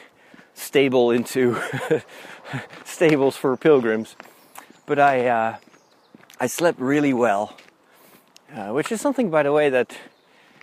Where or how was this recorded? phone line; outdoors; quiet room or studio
outdoors